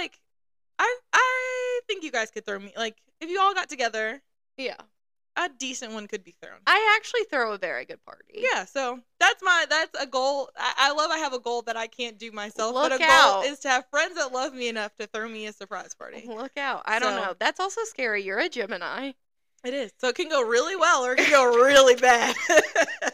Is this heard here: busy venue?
no